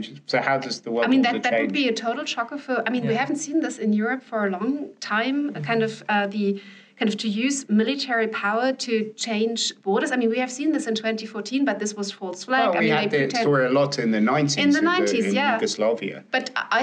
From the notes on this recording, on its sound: Reporting from Munich Security Conference. Live from the Munich Security Conference (MSC)! In one of the many rooms of the Bayerischer Hof.